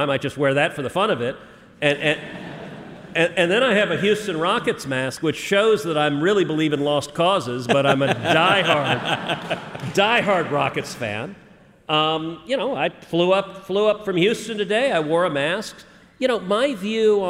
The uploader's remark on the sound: LIVE in Madison, WI. Now, they are UW-Madison adjacent and going live on the first stop of the 2021 Young America's Foundation campus tour.